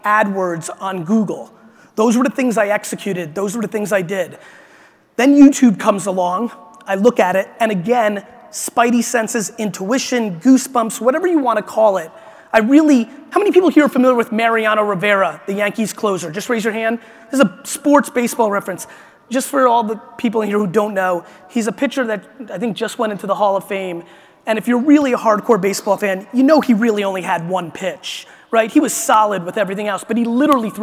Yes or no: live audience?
yes